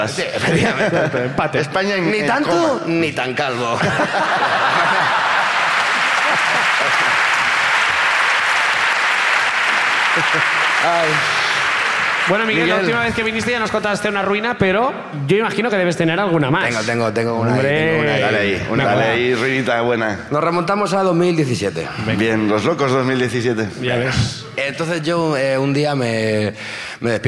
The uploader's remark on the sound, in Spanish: El público de Bilbao